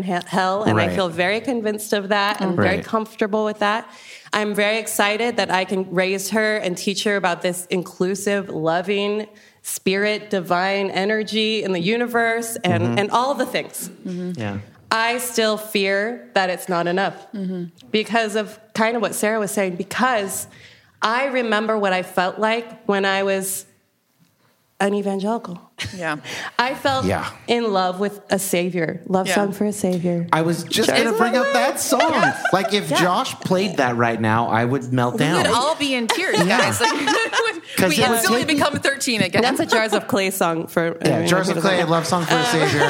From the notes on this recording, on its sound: This episode is the final panel from our live event in Seattle.